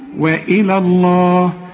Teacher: علشان لفظ الجلالة هنا مفخم، لكن اللي قبلها حروف مرققة، قل لي وإلى الله، رقق وبعدين فخم لفظ الجلالة